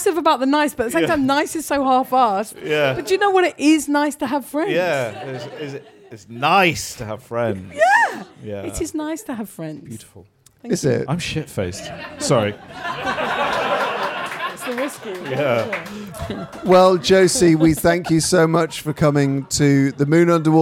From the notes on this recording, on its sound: We’re live from the greatest pub in the Other Realm. 30 Patrons were lucky enough to experience the mist in person.